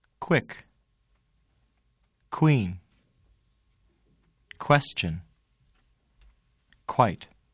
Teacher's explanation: Do not make the puff of air when k is followed by the sound w.